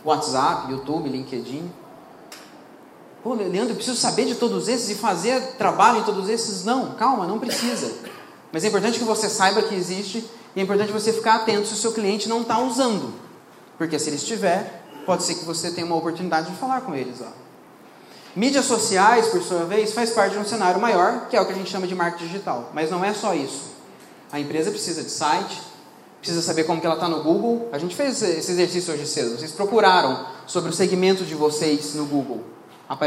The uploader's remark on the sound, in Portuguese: Mais um trecho que separamos de uma palestra. Para um grupo de empresários.